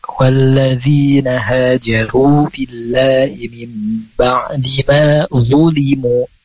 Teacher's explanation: Cuman dia tengah lidahnya itu terangkat. Dia punya sifat itbaq. Yang baik zulimu lebih tebal suaranya.